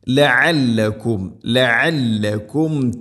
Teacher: മൗതിക്കും ലഅല്ലകും തഷ്കുറൂൻ, ലഅല്ലകും, ഇവിടെ ഐനിൻ്റെ ശബ്ദം അവർ മഖ്റജ് ശ്രദ്ധിക്കണം, തൊണ്ടയുടെ മധ്യഭാഗമാണ് ഐനിൻ്റെ മഖ്റജ്